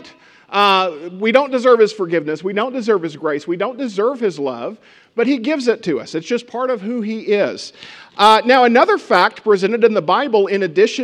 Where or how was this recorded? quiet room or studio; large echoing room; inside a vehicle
large echoing room